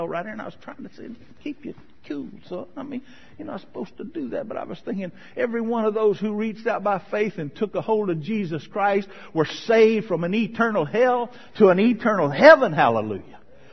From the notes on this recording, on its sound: sermon from May 2013 at Marcus Pointe Baptist Church